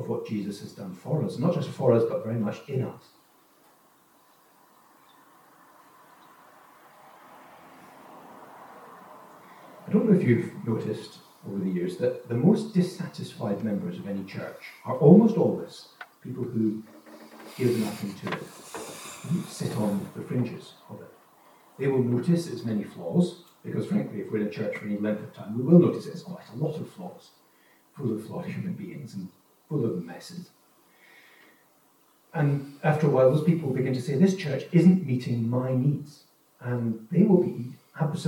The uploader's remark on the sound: Note that the recording quality of this sermon is lower, due to technical problems during recording.